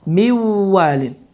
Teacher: Deməli, idğam məlğunnə qaydası baş vermişdir ki, burada nun səsi oxunmur, vav isə şəddələnərək burundan tələffüz olunur və iki hərəkə miqdarında uzadılır